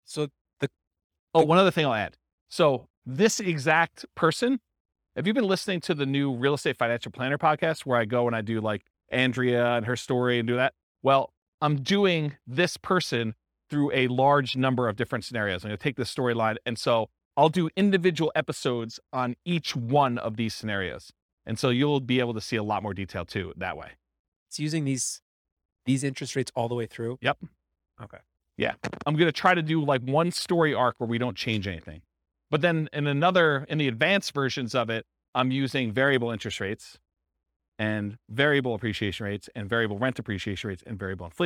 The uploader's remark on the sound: This was a live class recorded